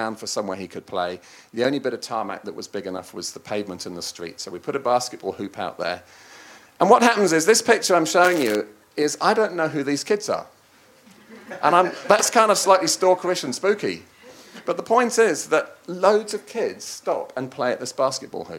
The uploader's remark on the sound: Live recording from NZISF 2023. Representatives of each Science Challenge will gather in Dunedin across four nights. This talk was recorded live on 5 July 2023 as part of the New Zealand International Science Festival.